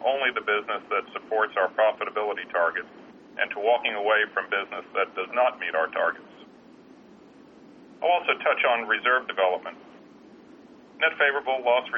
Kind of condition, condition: link, phone line